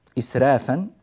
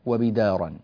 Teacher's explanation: إسرافا الراء هنا مرققة، بدارا لا، ليس فيها ترقيق طبعا وإنما هي مفخمة